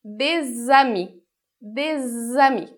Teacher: imagina que entre o S e o A tem uma ponte que vai fazer através do som de Z · Term: liaison